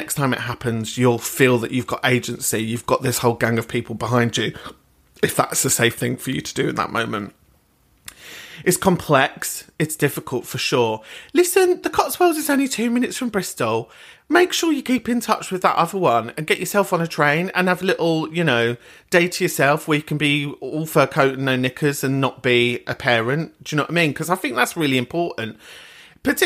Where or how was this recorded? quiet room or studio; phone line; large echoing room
quiet room or studio